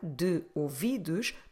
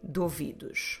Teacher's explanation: Notice because do is then followed by a word starting with a vowel, we can run those two words together. · Shown in: second take · Instead of saying de ouvidos, that sounds a bit artificial, what we try to do is that we run those two together and we say duvidos.